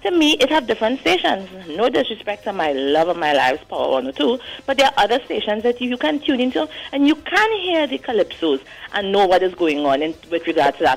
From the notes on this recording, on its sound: During this hour we take calls from our audience